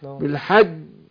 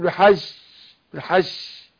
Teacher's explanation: الجيم بتخرج من وسط اللسان ظهر اللسان اهو والحنك الاعلى · Shown in: first take